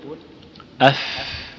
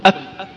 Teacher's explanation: الفاء تخرج من بطن الشفة مع أطراف الثنايا المشرفة يعني العليا · Shown in: first take · يقول أف، وينبغي الترفق فيها بحيث لا يلتصق الأسنان بالشفة التصاقا قويا فيذهب همسها، فيذهب همسها.